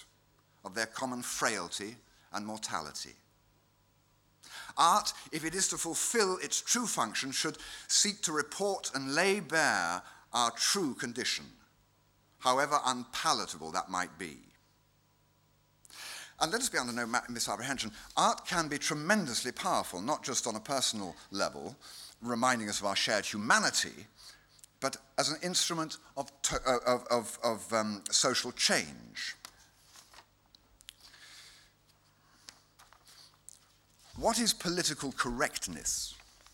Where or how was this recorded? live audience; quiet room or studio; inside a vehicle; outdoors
live audience